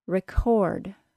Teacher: Listen to the amount of aspiration the K sound in the middle of the word has.